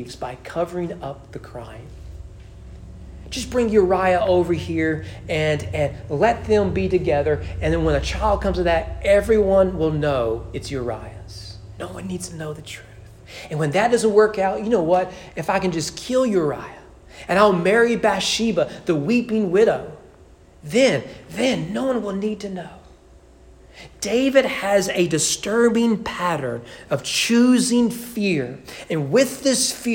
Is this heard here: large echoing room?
yes